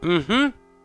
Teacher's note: Don't forget the rising inflection on the end. That has to be there.